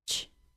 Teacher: The difference between the sounds is that the J sound is voiced, meaning that the vocal cords vibrate during the sound, and the CH sound is unvoiced, meaning that the vocal cords do not vibrate during the sound